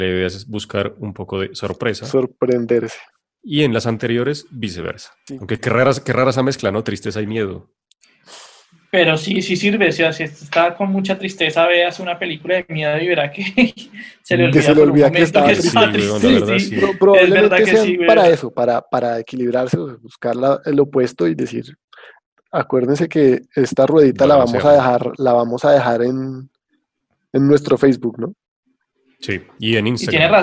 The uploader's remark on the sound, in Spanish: Episodio grabado el 25 de junio de 2020 en línea, desde Bogotá - Colombia y Gante - Bélgica.